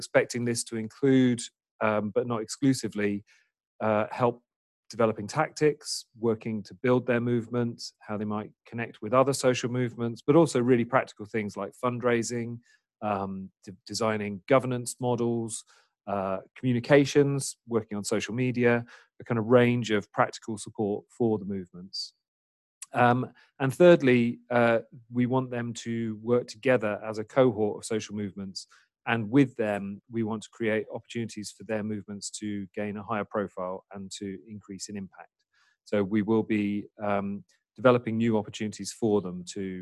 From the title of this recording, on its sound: webinar recording